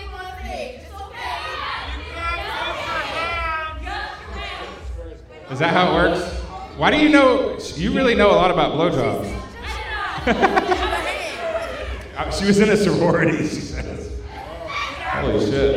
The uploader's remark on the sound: This late-night talk show-meets-podcast setting. Recorded LIVE from Shark's Comedy Club in Dallas, Texas.